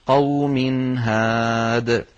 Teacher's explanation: وقوم نونت الميم فلذلك ننطق التنوين مظهرا